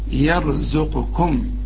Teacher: وعندك قاف وعندك كاف، اوعى تطلعهم اتنين قاف ولا اتنين كاف، اوعى تقول يرزقكم كوكوكم، ما تنفعش.